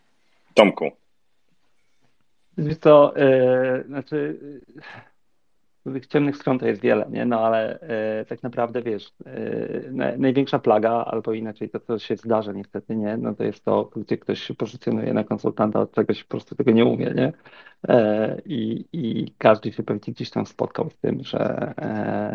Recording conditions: video call